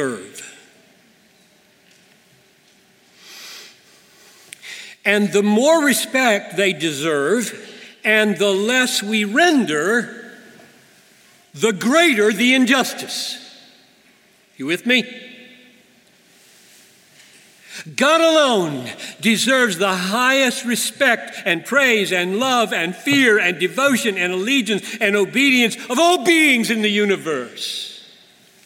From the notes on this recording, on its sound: At the 2019 Bethlehem College &amp; Seminary commencement. To the Class of 2019.